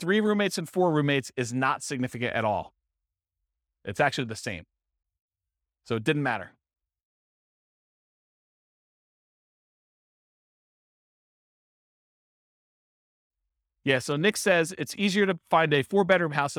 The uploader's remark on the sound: This was a live class recorded